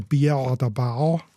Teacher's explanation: das R im Zäpfli oder im Gaumen